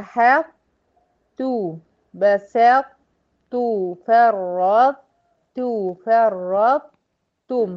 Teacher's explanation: هتحتفظي باستعلاء الطاء وتنزلي على ت ايه مرققة · Term: الإدغام ناقص